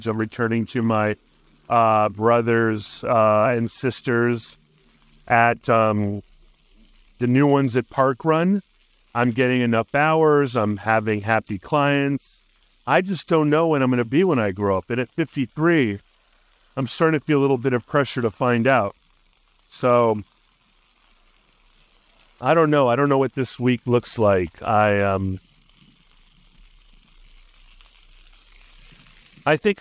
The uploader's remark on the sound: A Sunday Podcast from the Streets of Arlington. Recorded live from Penrose Square Park. Acknowledging the occasional wind disruptions that his audio might be facing, confidently asserting that Adobe will come to the rescue in minimizing the noise.